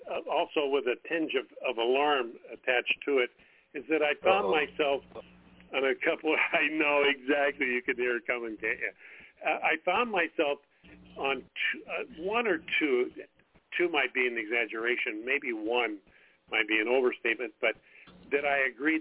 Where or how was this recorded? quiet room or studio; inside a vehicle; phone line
phone line